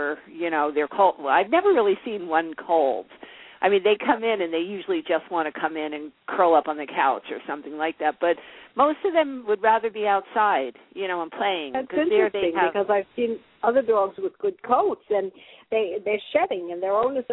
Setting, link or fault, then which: link, phone line